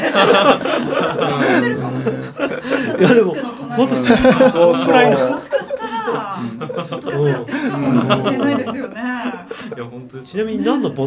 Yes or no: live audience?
yes